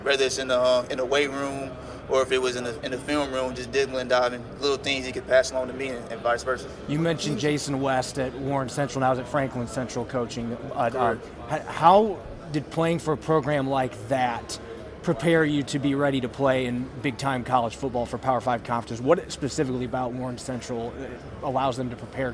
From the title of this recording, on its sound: Press Conference from the NFL Combine